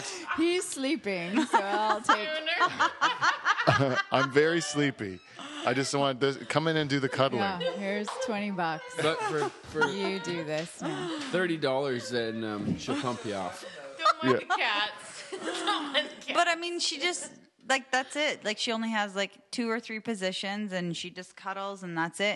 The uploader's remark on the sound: Live From Delhi